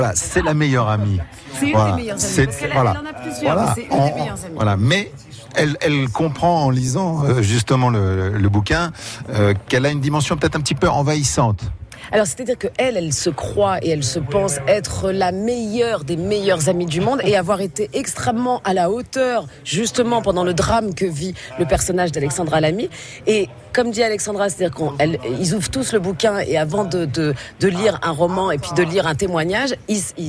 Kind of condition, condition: setting, busy venue